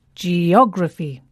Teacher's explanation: Now, geography has four syllables, G-O-G-R-A-P-H-Y, and the stress falls on the third syllable from the end, geography, not geography, geography or geography, it's geography.